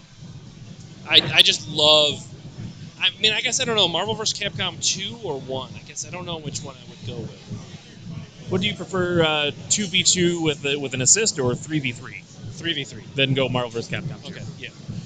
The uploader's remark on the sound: The Legend of Retro was at the Michigan Science Center for After Dark: Vintage Video Games 4. Recorded live at the Michigan Science Center After Dark: Vintage Video Games 4.